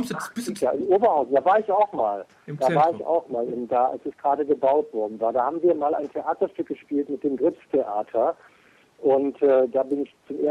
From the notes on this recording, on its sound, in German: Wir bedanken uns nochmals für das wirklich wunderbare Telefongespräch.